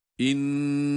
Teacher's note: İnnellezîne şeddelin onu tutuyoruz ama lem harfini tutmuyoruz.